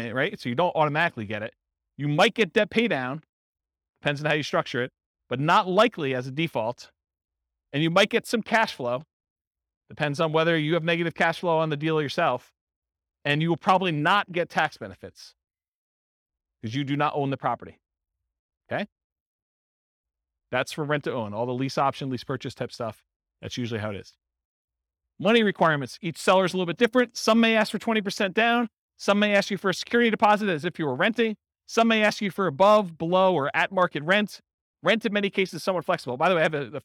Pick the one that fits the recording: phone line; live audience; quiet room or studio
live audience